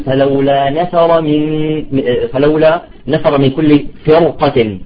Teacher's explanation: فلولا نفر من كل، الأصل تمام، الأصل أن نقول فرقة صح، لأن الراء ساكنة وقبل مكسور، ولكن بسبب القاف المفتوحة نفخم الراء